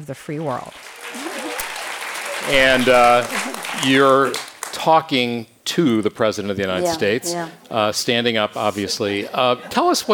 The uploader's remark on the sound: On stage at KQED Live.